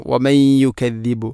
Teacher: ഇവിടെ وَمَنْ يُكَذِّبُ، ഇദ്ഗാം നാഖിസ്, നൂനിനെ യാഇലേക്ക് ഇദ്ഗാം ചെയ്യണം, കൂട്ടി ലയിപ്പിക്കണം